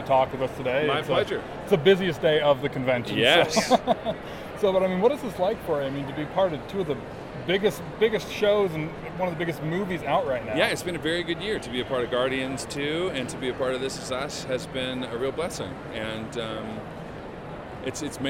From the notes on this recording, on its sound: at Salt Lake Comic Con back in September in between his signing and panels